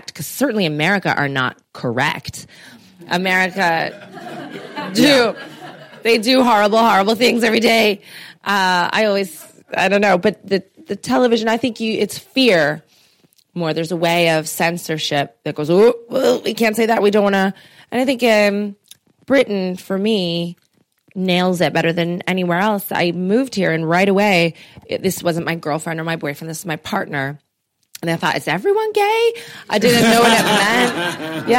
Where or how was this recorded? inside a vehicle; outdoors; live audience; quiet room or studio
live audience